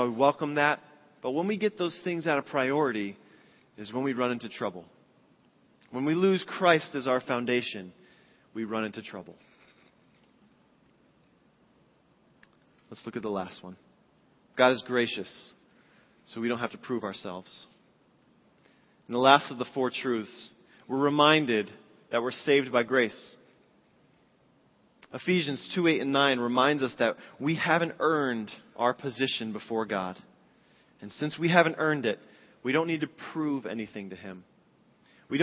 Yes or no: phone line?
no